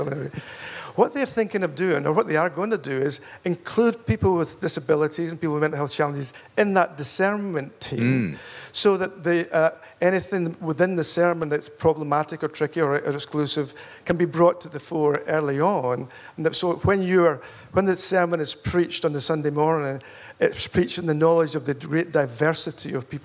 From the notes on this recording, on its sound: Recorded live at Spring Harvest. This interview was recorded live.